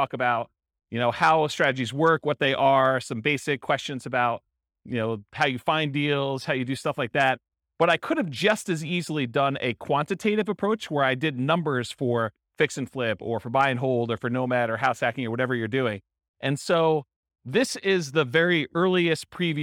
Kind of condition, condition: setting, live audience